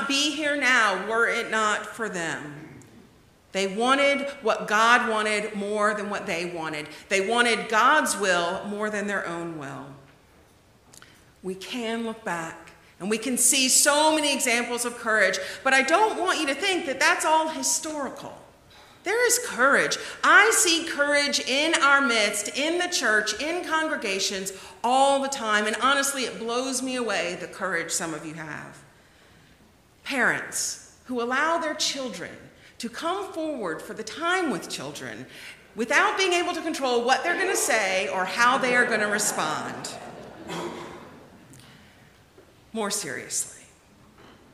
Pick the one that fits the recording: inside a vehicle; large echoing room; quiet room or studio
large echoing room